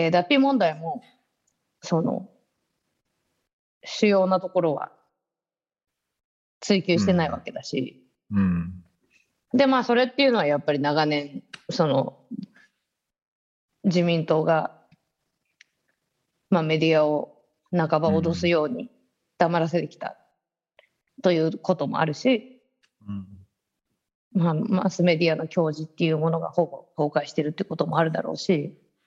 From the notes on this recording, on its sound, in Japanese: 本収録はビデオ会議サービス「Zoom」を使用し収録しています